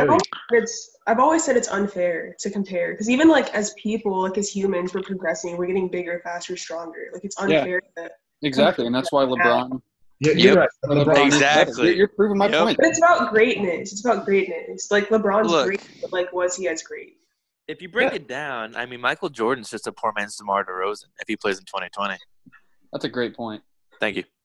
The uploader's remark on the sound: Texas Sports gets together over Zoom for an extended episode.